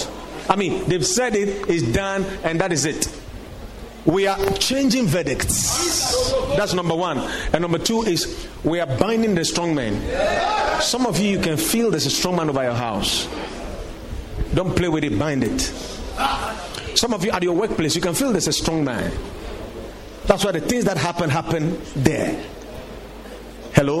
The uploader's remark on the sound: Preached at the Watered Garden Church